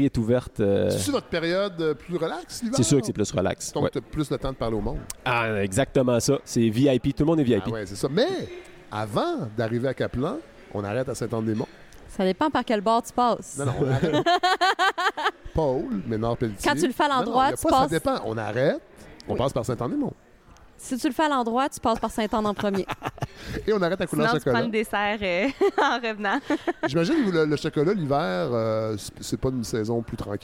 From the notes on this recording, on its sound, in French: le Mont Albert où nous avons enregistré l'épisode